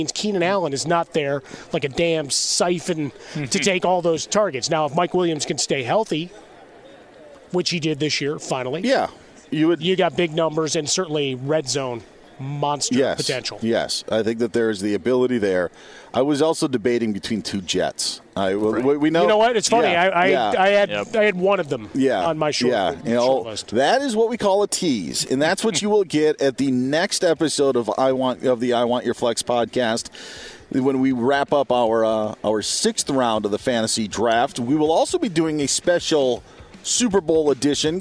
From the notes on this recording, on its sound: Straight from Radio Row at the Los Angeles Convention Center ahead of Super Bowl 56! The guys bring you in to the sights and sounds of Radio Row.